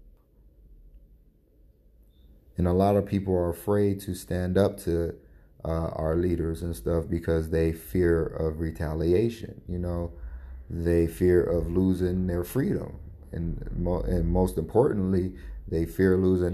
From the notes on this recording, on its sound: Had to record on my phone for this one along with allergies what a day.